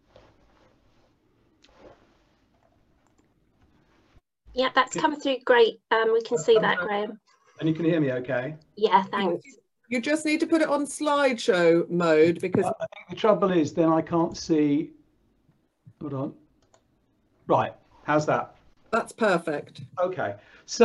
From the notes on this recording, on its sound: This recording is taken from the ' Healthy Lifestyle webinar ' on 5th March 2021